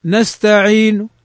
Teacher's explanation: فإذا هذا يسمى إشمام، ضممت شفتي عند نهاية الحرف من غير أن أظهر حركة